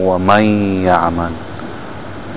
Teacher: You don't hear the noon at all. · Term: idgham